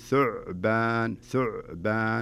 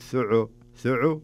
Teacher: لا تمسك العين شوية ما يصير فيها قلقلة · Shown in: first take